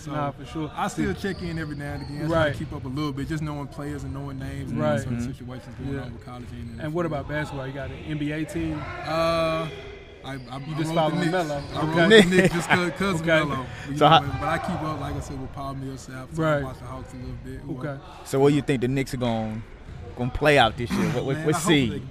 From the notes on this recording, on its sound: Recorded a live podcast from the 2016 Skillz Academy. The 1st annual event featured the top 30 high school basketball girls from the state of Tennessee.